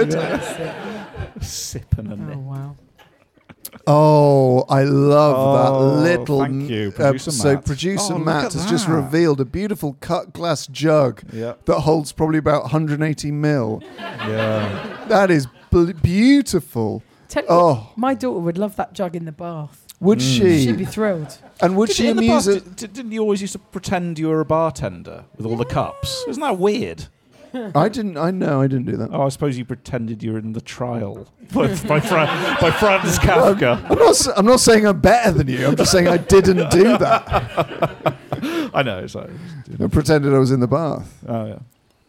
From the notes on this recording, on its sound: We’re live from the greatest pub in the Other Realm. 30 Patrons were lucky enough to experience the mist in person.